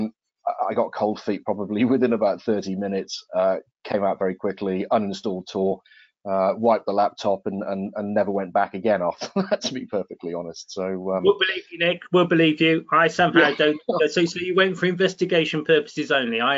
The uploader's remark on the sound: a recording of a recent webinar we held in partnership with Acuris Risk Intelligence and the Capital Club Dubai